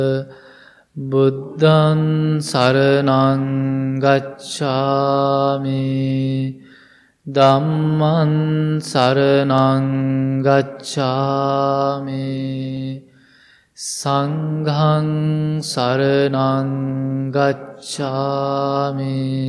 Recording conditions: large echoing room